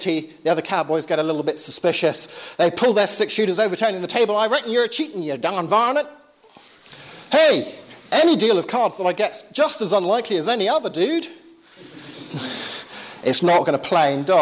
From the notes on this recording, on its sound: Lecture with Q&A at Exeter School (June 13th 2011).